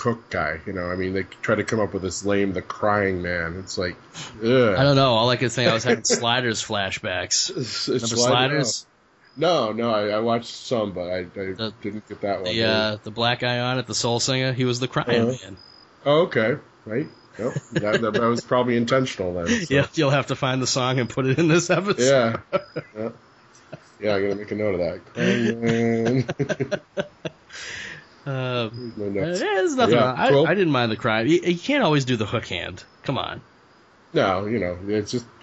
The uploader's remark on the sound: Bonus natural cricket sounds.